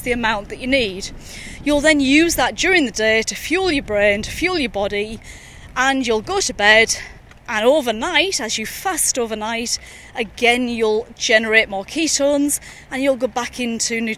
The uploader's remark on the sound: recorded during daily walks